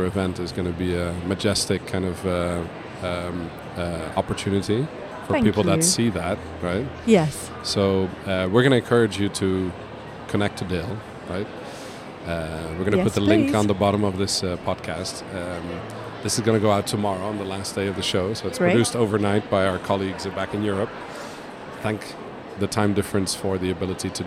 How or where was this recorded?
busy venue